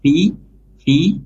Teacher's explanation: makhraj fa itu ada di dua bibir ya